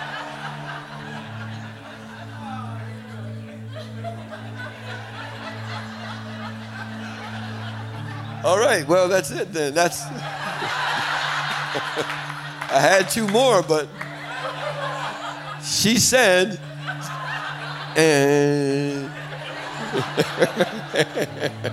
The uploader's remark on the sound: In this episode, we are stepping into our Inspire Leaders Conference 2022. Equipping our Gateway leaders in one of our conference sessions!